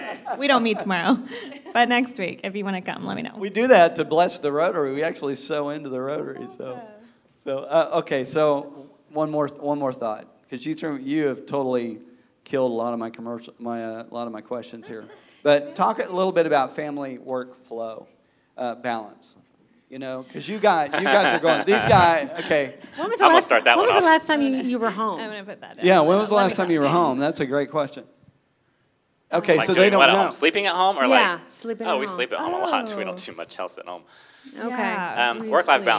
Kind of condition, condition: setting, large echoing room